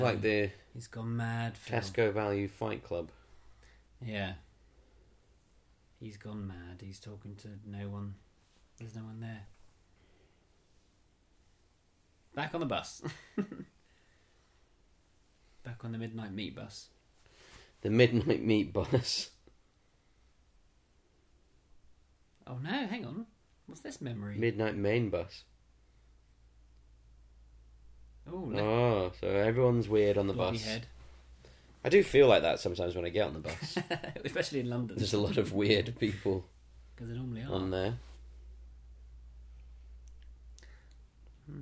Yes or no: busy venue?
no